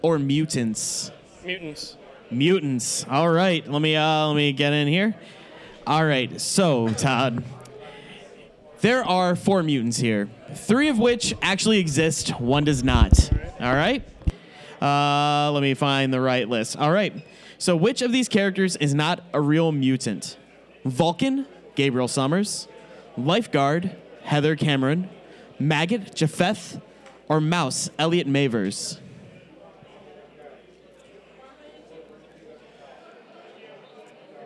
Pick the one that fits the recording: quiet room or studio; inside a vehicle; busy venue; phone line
busy venue